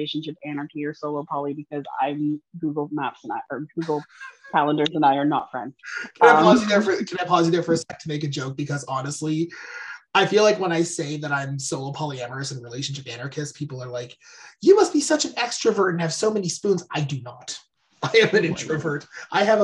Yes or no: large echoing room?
no